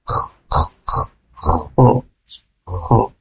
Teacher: tempatnya di atas tenggorokan kita di bunyi huruf kho itu dan pangkal lidahnya mengangkat ya